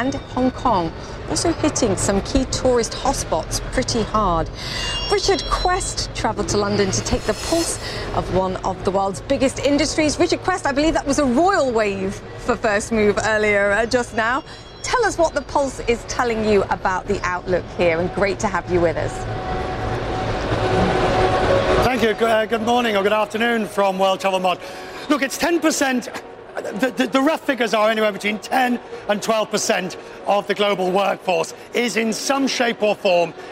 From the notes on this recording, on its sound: live from the New York Stock Exchange